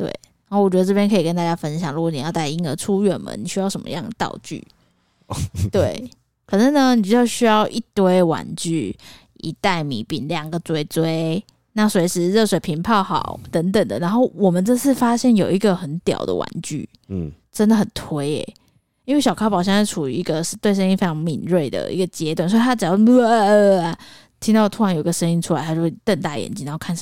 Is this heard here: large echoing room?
no